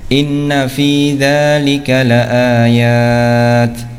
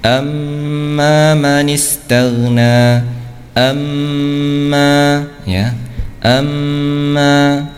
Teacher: ketika nun bertasydid atau mim bertasydid, maka dibaca dengung atau ditahan, ya, ditahan dua harokat · Shown in: second take · Term: bacaan gunnah